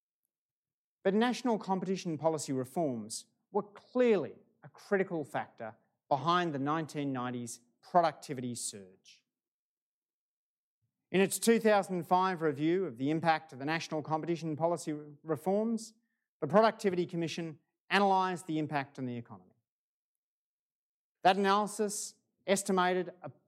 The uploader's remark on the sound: This recording is from a live event held at the University's Chau Chak Wing Museum on Monday 17 October.